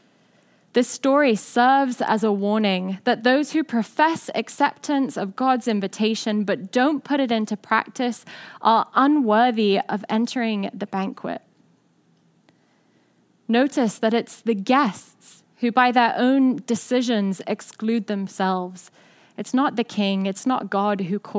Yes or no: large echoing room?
yes